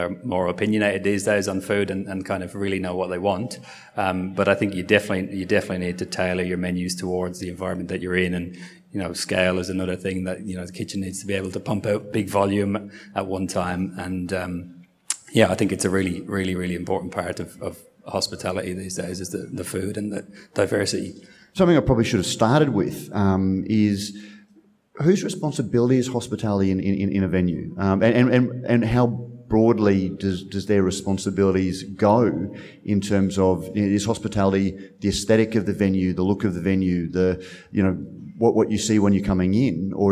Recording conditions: busy venue